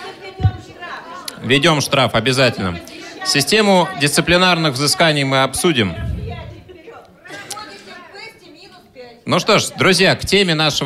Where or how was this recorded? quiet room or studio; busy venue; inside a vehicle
busy venue